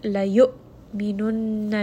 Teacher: همزة here is going to have جهر. Make sure you abruptly stop that sound.